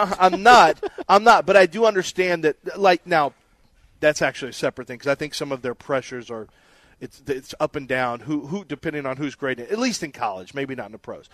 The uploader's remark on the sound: Live from The Golden Nugget